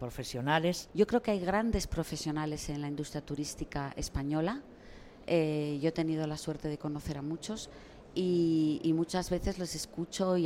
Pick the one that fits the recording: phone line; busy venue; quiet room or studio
busy venue